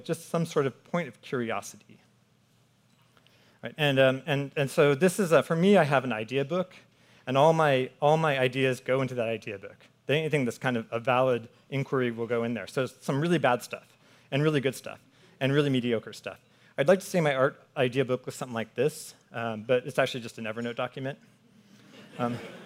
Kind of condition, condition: setting, busy venue